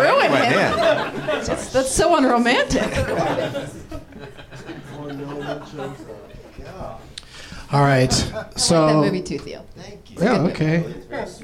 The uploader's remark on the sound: Live from the NerdMelt Showroom in LA